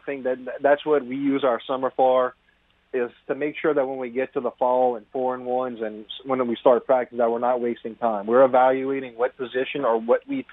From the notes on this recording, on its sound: Then we dive into the phone lines.